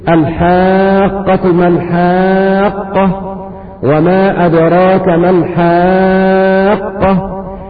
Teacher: كل ذلك يسمى مد لازم كلمي يمد ست حركات لا يزيد على ذلك ولا ينقص عن ذلك